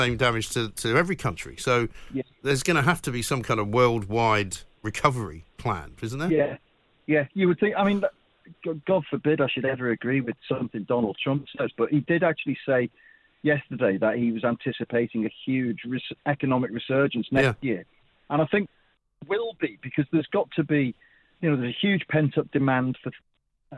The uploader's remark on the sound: (via studio). (via phone).